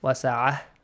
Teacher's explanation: مُرَاغَمًا كَثِيرًا وَسَعَةً changes to وَسَعَهْ The letter ta marbuta changes to ha, and the tanween will be changed to sukun.